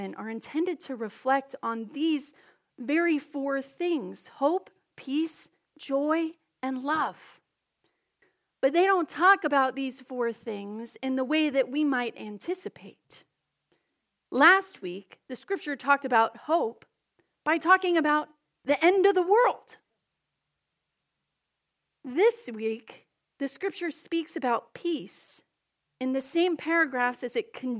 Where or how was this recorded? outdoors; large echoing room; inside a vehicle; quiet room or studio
large echoing room